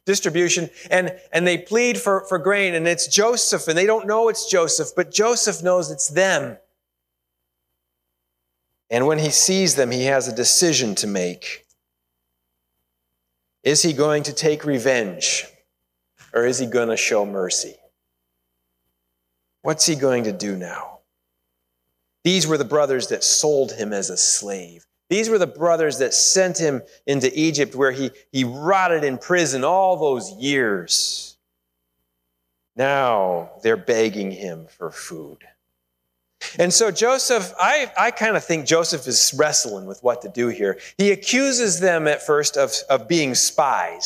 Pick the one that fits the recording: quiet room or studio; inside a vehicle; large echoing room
large echoing room